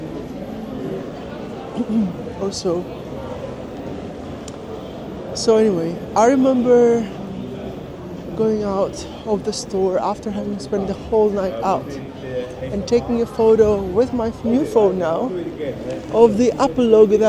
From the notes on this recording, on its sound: Cinematic Motivational Walk in Chinatown. I'll be walking around, taking in the sights and sounds, and talking about setting goals and intentions for the year ahead.